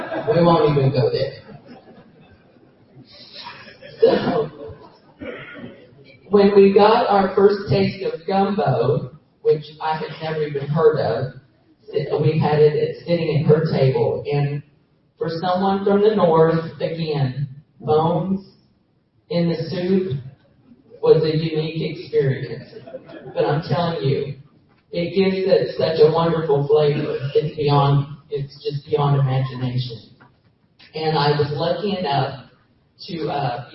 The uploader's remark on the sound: Funeral Service. Live from the Grand Marais, Jennings, LA.